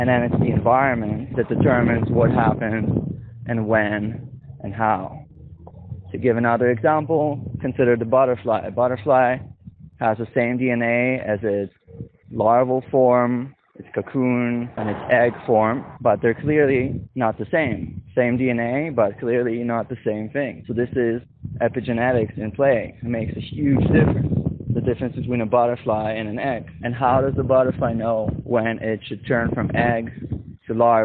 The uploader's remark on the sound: Shitty wind ruining my recording.